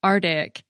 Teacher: It's possible that the first C might not be heard in rapid speech, even if a speaker's articulating it. That's because it's produced farther back in the oral cavity than the following T, and so its release can be masked.